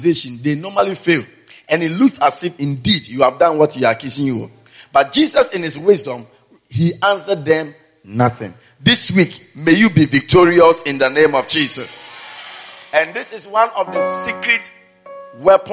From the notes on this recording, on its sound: Preached at the Spiritual Encounter Service